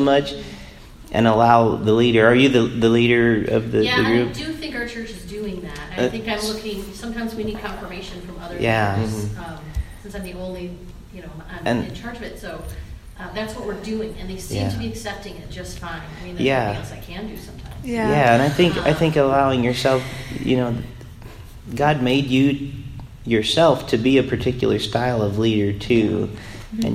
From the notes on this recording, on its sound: Recorded live and the Indana Convention Center at the General Assembly of the Church of the Nazarene.